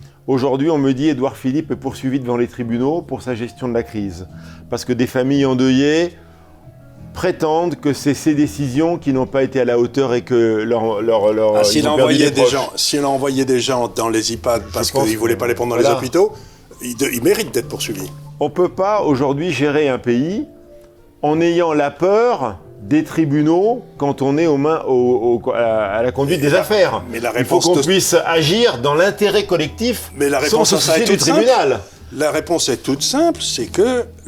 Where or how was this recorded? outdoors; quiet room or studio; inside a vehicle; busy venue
busy venue